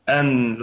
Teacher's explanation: وتكون غنة النون هنا في الدرجة الرابعة من درجات الغنة